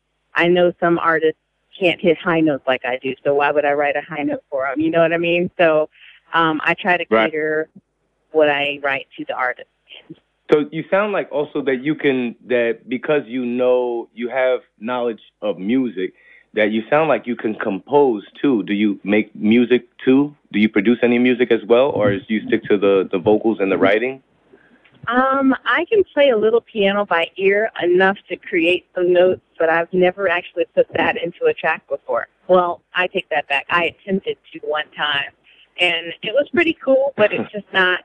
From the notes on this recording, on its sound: Here's our phone call.